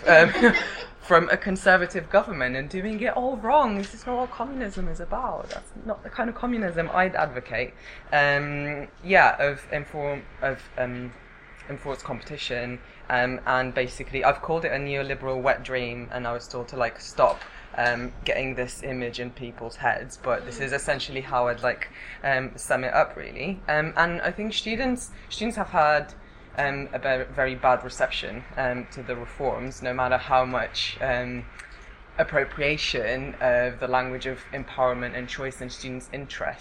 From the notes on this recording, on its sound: speaks at the SRHE Higher Education Policy Network event